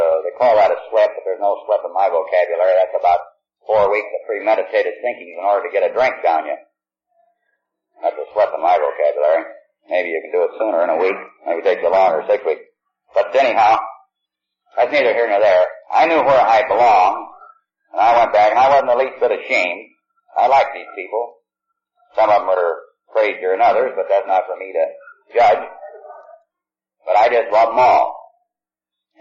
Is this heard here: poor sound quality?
yes